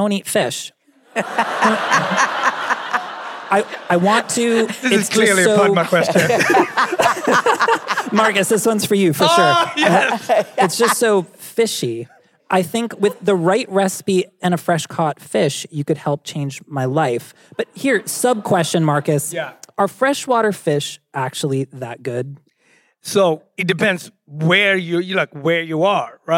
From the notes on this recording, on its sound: Live At Symphony Space. Dinner SOS left the studio and took to the live stage! We answered your cooking questions and some from the crowd!